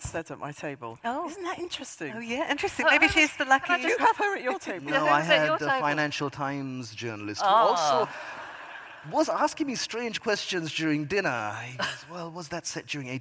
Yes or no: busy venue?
yes